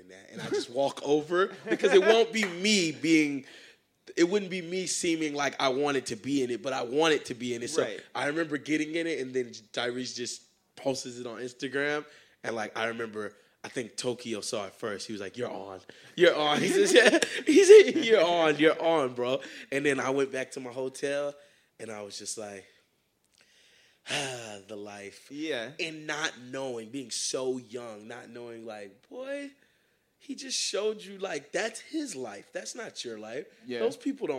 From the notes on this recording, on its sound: Live at SXSW. We took the show down to Austin, Texas. In front of a live audience from the official SXSW podcast stage!